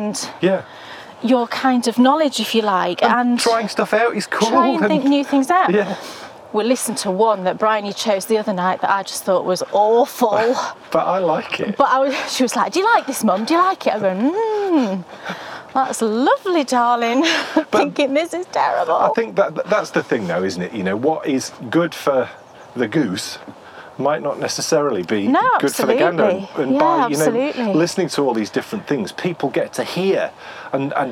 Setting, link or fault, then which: setting, outdoors